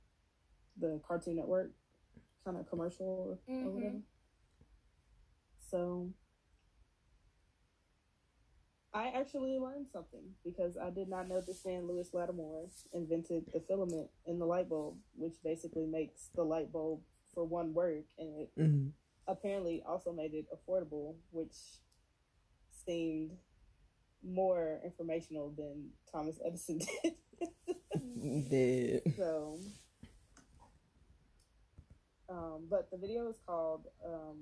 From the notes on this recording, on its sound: Excuse the recording!